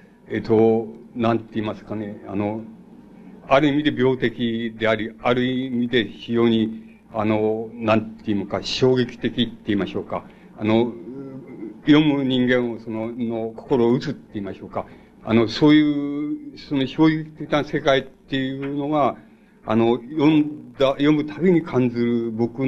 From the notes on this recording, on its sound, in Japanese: 主催：京都精華大学 学生部 場所：京都精華大学。場所は京都精華大学大教室。一般の人にも開放され、 他学生の参加も多かった。音源はVHSテープから 音声データを抜き出したもの。